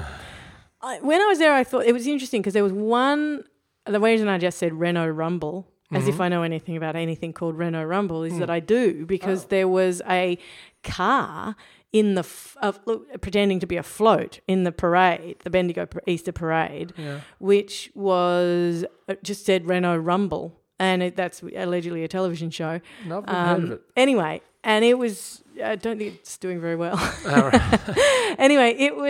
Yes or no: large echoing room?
no